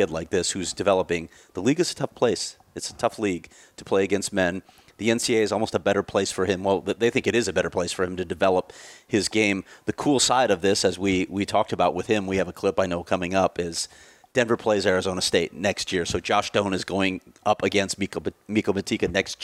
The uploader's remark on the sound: live from the Bell Center in Montreal